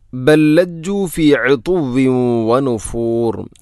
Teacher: ഇവിടെ ബല്ലജ്ജു, ബൽ ലജ്ജു എന്നല്ല, ബൽ ലജ്ജു. ഒന്നാമത്തെ ലാമിന് രണ്ടാമത്തെ ലാമിലേക്ക് ഇദ്ഗാം ചെയ്യുന്നു, കൂട്ടി ലയിപ്പിച്ച് ഒതുന്നു